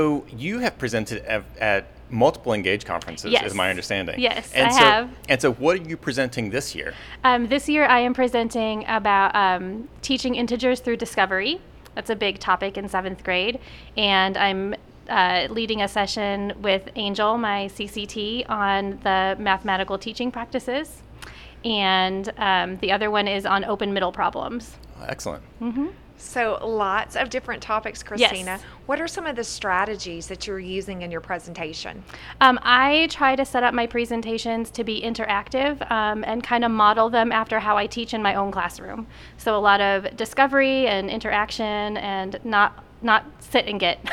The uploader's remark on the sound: This 5th and final Season 2 Episode was recorded live from The ENGAGE22 Conference.